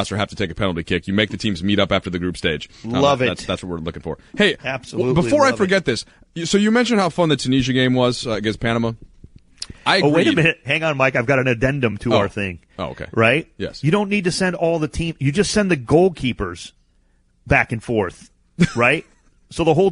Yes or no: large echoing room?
no